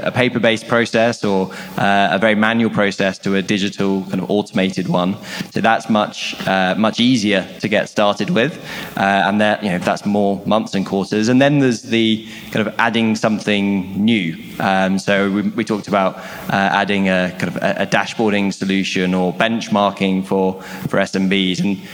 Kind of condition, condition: setting, busy venue